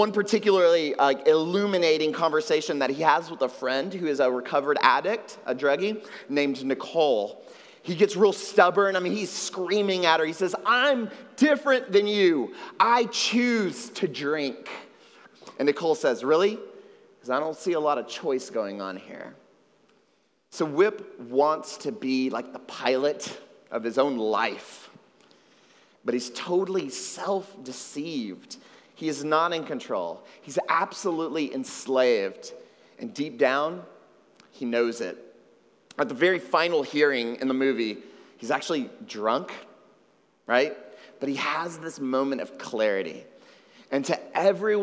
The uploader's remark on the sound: at Trinity Church, Puerto Rico